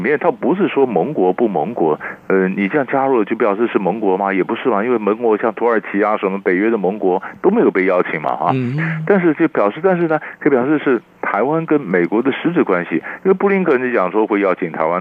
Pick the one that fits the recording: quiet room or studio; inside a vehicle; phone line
phone line